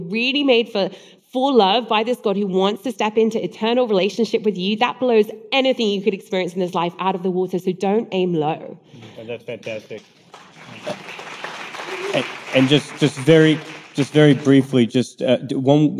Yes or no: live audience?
yes